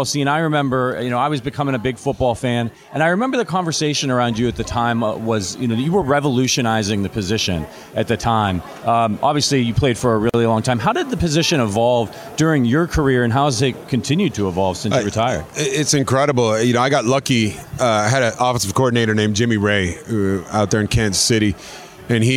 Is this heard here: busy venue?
yes